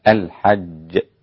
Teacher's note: والقلقلة في الجيم إذا وقفت عليها تكون أقرب إلى الدال منها إلى الشين، حتى لا تقول الحج، الحج هكذا.